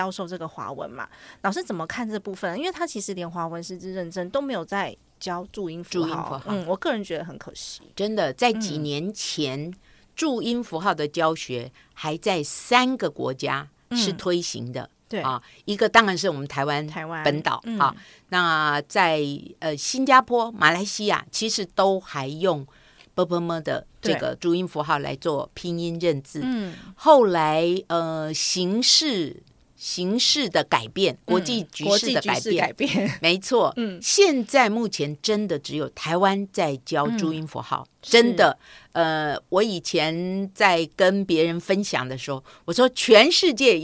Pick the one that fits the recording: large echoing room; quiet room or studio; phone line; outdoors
quiet room or studio